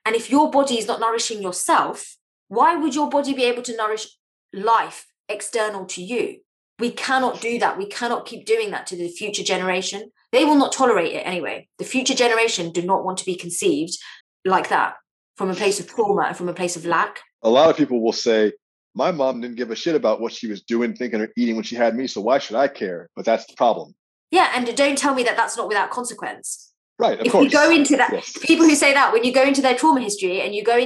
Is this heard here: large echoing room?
no